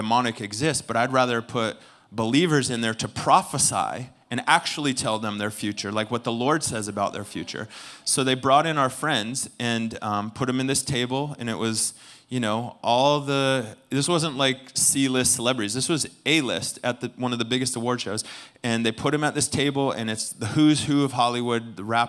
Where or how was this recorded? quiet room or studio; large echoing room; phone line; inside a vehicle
large echoing room